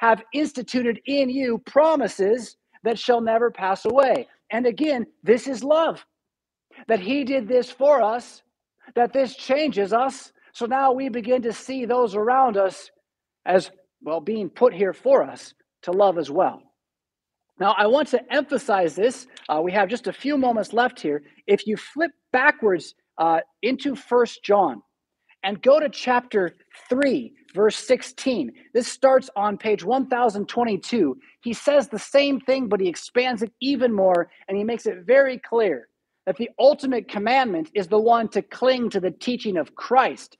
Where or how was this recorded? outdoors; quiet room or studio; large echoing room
large echoing room